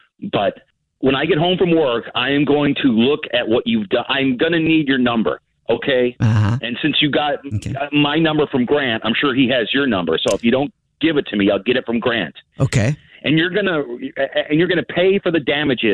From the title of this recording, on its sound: Phone Prank